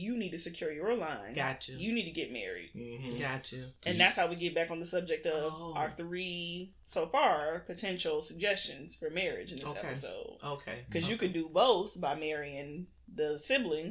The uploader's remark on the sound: Sorry for any audio issues